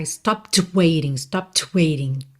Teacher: Então, stopped, você bota o D assim ali, tá? Stopped, mas não precisa forçar para que esse D soe.